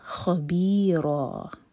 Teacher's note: یہاں پر ہم رک رہے ہیں، آیت اینڈ ہو رہی ہے، فتح کی تنوین پر جب بھی ہم رکیں تو 2 حرکہ کھینچ کر رکتے ہیں، تو یہ ہوگا خبیرا.